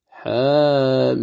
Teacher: الحاء تمد بمقدار حركتين فتقول حاميم، الحاء تمدها بمقدار حركتين ولا تزد على ذلك. · Term: المد الطبيعي